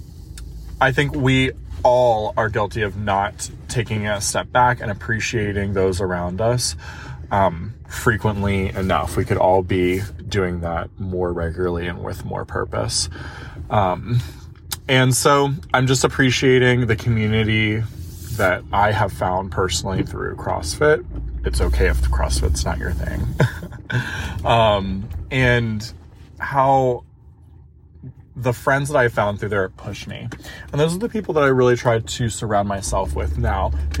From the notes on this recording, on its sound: the first recording on the road from day two of our drive